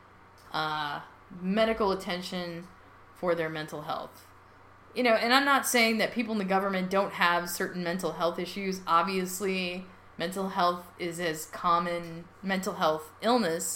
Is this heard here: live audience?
no